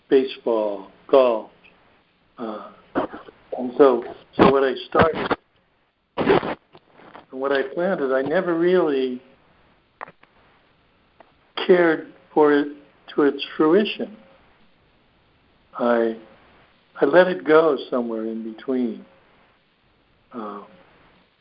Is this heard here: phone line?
yes